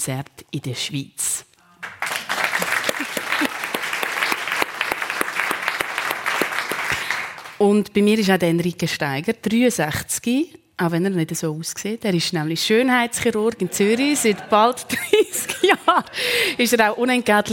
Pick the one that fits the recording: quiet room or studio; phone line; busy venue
busy venue